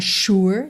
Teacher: U não tem som U fechado, não. É sure, tá? É sure.